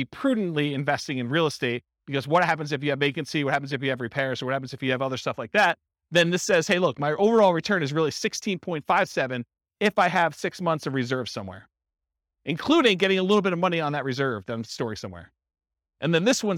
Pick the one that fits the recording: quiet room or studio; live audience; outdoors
live audience